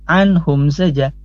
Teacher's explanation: izhar, maka tidak boleh didengungkan. Anhum tidak boleh, tapi anhum saja.